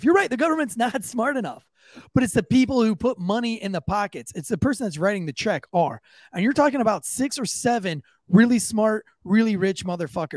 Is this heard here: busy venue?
no